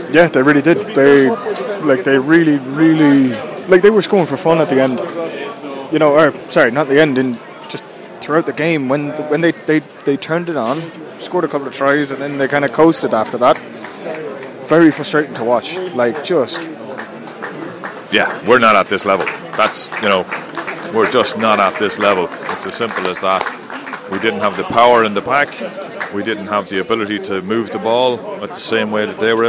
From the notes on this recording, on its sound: give their thoughts in the post match press conference